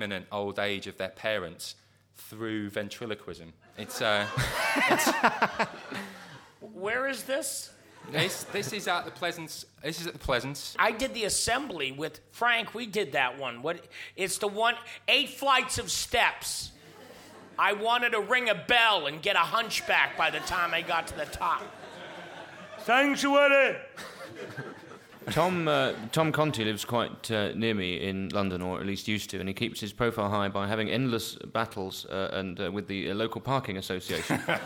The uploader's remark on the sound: Edinburgh festival podcast: The Guardian Live at the Gilded Balloon.